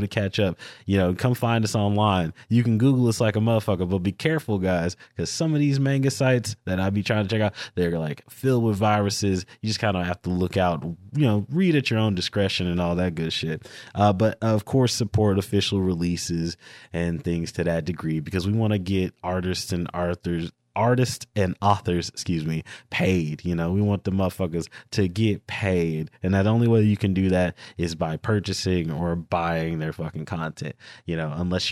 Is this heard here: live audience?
no